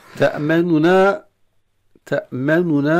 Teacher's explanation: نون يعني مضمومة، لكن ليست ضمة كاملة. اي ضمة خفيفة، يسمونها روم.